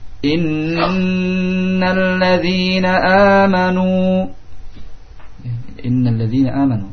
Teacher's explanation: Di situ kita dapati nun yang bertasydid, ya. Sehingga dibaca dengan gunnah dan ditahan dua harakat.